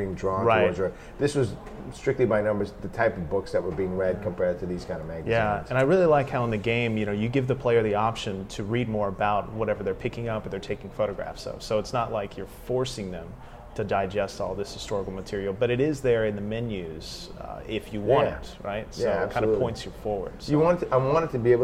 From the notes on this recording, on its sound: Interview recorded at GDC 17.